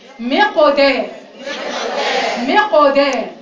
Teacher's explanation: عايزاكي تفخمي القاف وترققي الدال